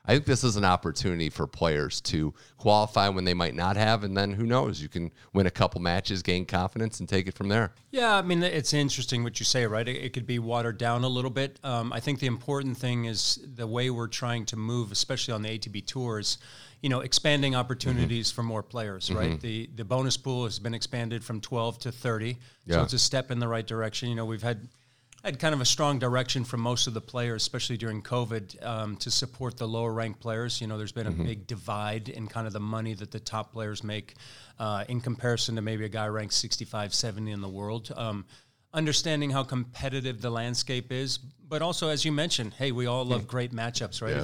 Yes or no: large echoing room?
no